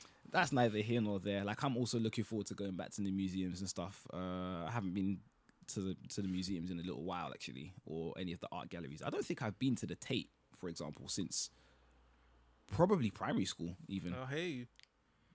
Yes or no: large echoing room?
no